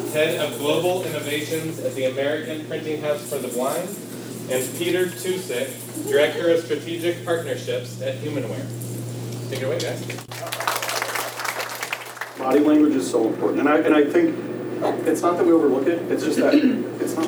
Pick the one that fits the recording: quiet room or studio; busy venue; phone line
busy venue